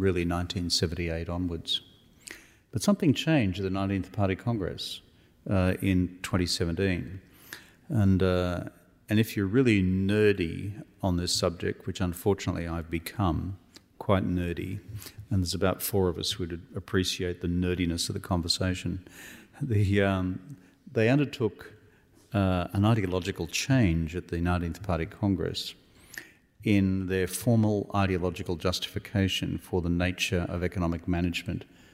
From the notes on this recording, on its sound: This episode is a live recording of his Melbourne book launch. This event was co-hosted by the Asia Society, the Wheeler Centre and RMIT Live.